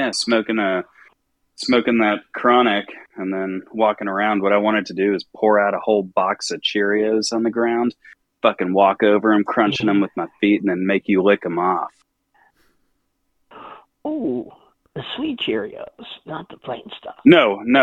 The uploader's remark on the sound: We make calls to the adult phone lines and random people using the scumbot.